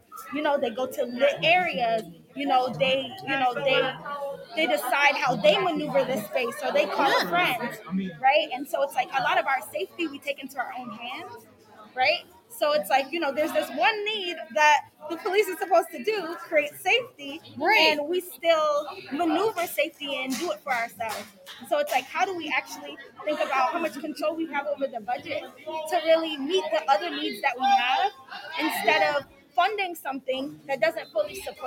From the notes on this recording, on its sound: We are sharing the live recording from our 2022 Youth Symposium.